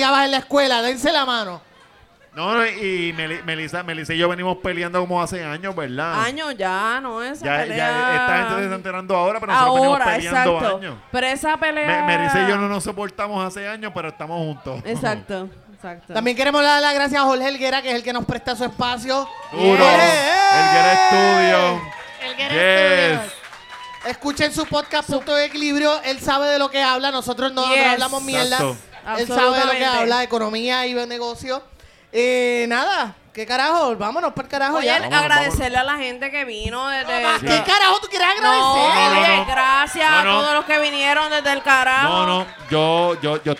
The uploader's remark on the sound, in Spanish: Desde Caguas Puerto Rico, La Gentuza se reunió para hablar pestes del prójimo en vivo frente a ustedes.